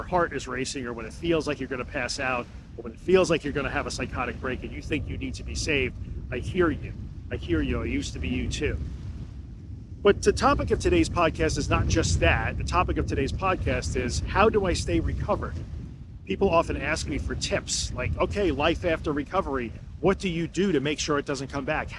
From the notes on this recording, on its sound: This episode was recorded on a beach by myself in a spot where my cell/mobile phone gets no signal, where there were no people to save me if I needed to be saved, and where I was far from help.